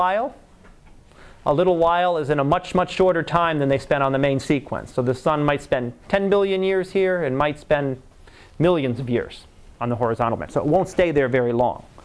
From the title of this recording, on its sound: Live Class Lecture